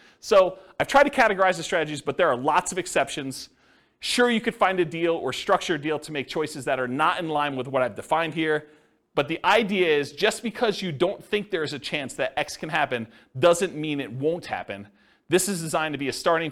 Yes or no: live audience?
yes